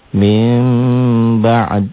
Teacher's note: n-nya berubah jadi m